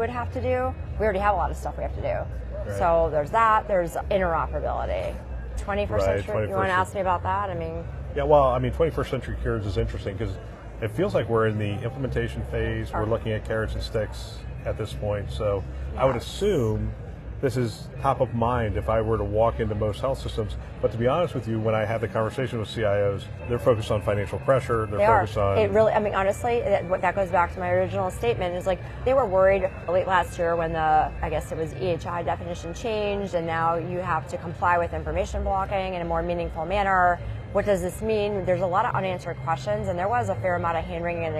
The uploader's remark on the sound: an Interview in Action live from ViVe 2023